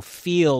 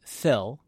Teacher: in Utah we've shortened the vowels, so feel becomes fill · Shown in: second take